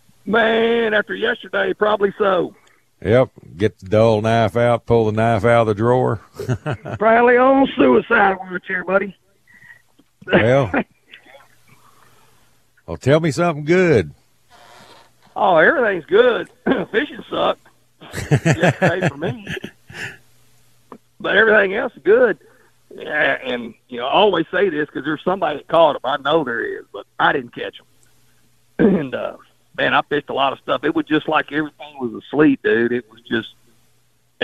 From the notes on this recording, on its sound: we take calls from our loyal Sickos